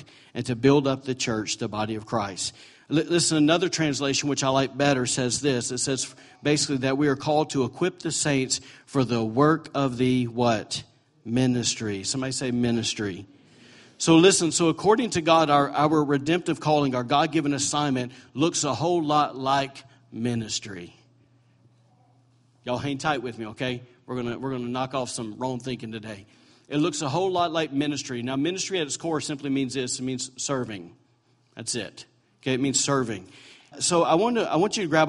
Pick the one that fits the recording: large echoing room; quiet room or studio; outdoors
large echoing room